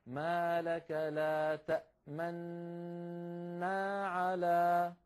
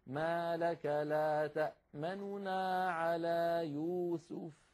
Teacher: النون الأولى تبقى مضمومة ولكن نخفض صوتها ونسرع قليلا · Shown in: second take · Term: الاختلاس